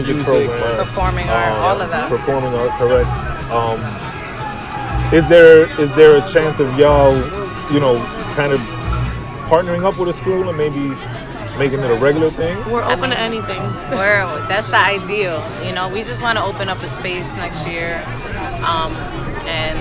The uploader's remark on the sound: We broadcast live from the NJ Foodie Festival, in Union, New Jersey. We get exclusive interviews with the other vendors.